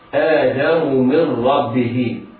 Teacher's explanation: آدم من ربه، نون من دخلت على راء ربه، نون ساكنة دخلت على راء فحكمها الإدغام بغير غنة، إدغام كامل بغير غنة، ننطق ميما مكسورة بعدها راء مشددة